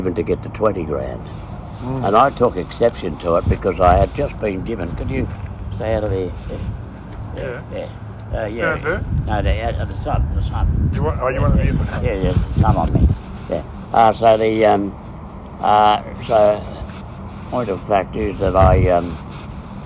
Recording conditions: phone or laptop microphone